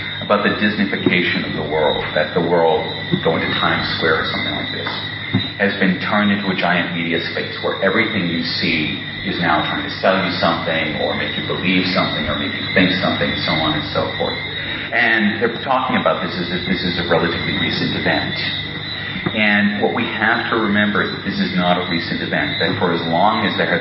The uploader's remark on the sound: In this talk that was delivered at the 2002 Mind States Conference held in Jamaica.